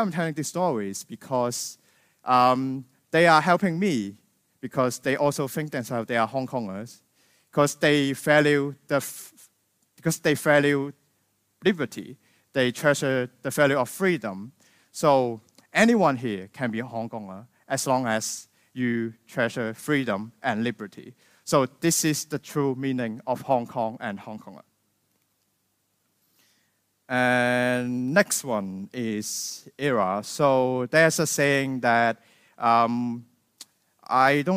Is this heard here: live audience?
yes